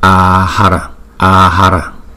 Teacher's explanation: Chữ A đầu tiên là có dấu gạch ngang thì chúng ta phải đọc kéo dài hai nhịp, và hai chữ A kế tiếp thì chúng ta đọc một nhịp mà thôi